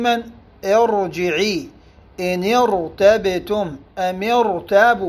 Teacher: هنا تفخم الراء ولا ترقق وإن كانت مسبوقة بكسر، لأن ذلك الكسر ليس أصليا وإنما عارضا